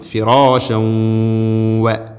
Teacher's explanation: ഫിറാഷൻ തൻവീന് ശേഷം വ ഫിറാശ വ ഇദ്ഗാം ബിഗുന്ന. തൻവീനിനെ വ എന്ന അക്ഷരത്തിലേക്ക് ഇദ്ഗാം ചെയ്തുകൊണ്ട് അഥവാ കൂട്ടിലയിപ്പിച്ച് മണിച്ചുകൊണ്ട് ഉച്ചരിക്കണം.